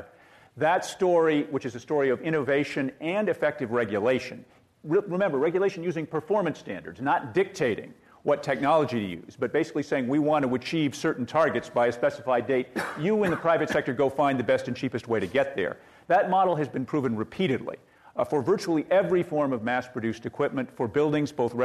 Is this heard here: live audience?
yes